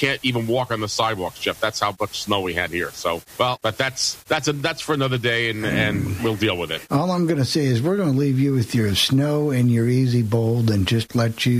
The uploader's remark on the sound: The coffee club where we discuss most anything with our pannel and take your live calls.